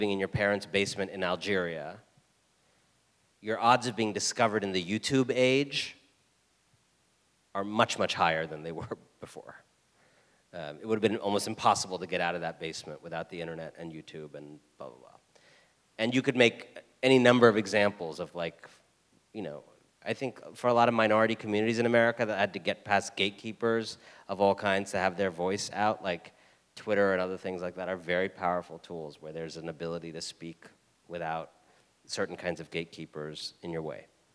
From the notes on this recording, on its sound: Full Talk at Southside Commons. Spoke to a Seattle audience at Southside Commons.